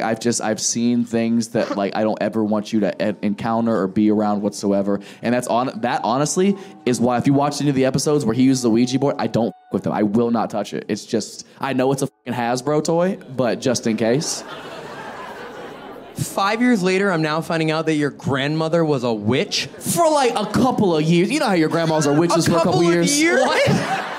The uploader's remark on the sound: Crowd Work Show. This episode was filmed in front of a live audience at Funny Bone in Toledo Ohio in May 2023.